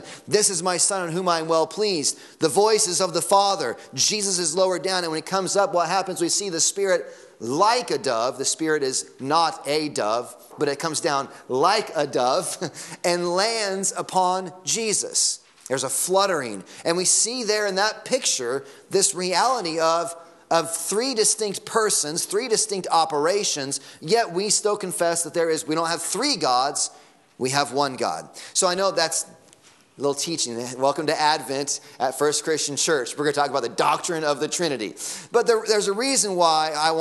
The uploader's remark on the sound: Sunday Morning Sermon Audio